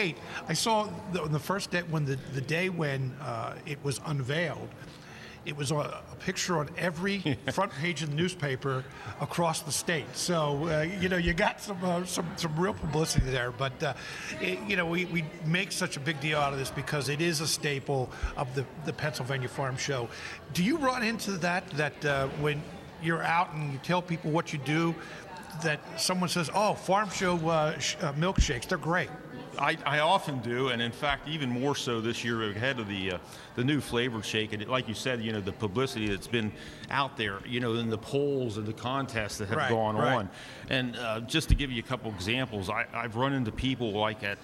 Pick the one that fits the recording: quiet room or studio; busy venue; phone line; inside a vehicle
busy venue